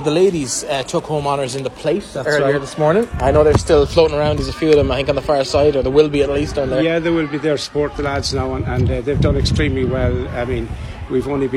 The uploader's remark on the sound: Full Audio Commentary of the 2022/23 Connacht Rugby Senior Cup Final between Buccaneers and Sligo from The Sportsgrounds.